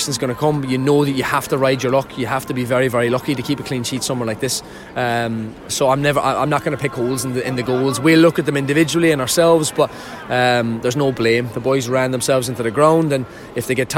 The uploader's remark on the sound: Audio highlights of the action from the Tottenham Hotspur Stadium.